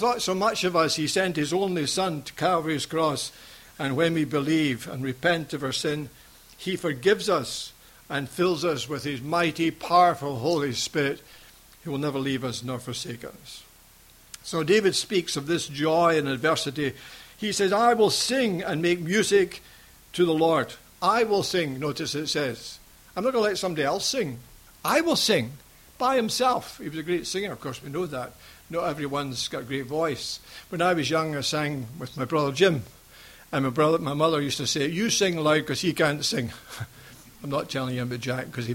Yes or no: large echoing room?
yes